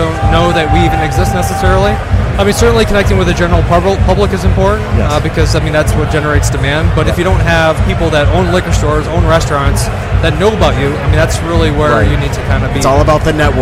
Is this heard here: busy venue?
yes